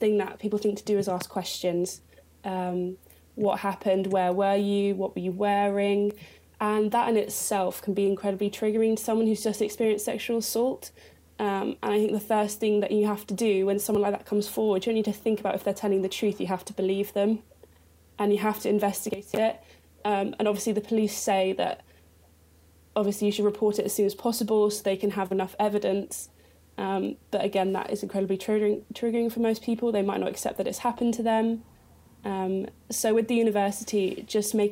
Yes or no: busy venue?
no